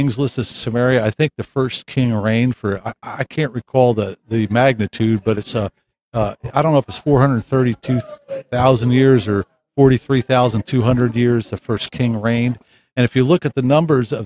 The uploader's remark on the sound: Grimerica Goes to Paradigm 2014. Episode recorded live at the Paradigm Symposium 2014 Minneapolis Minnesota, Oct 2-5 at The Women’s Club.